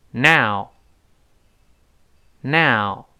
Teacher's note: n 舌尖沿着上牙根儿往后滑一点儿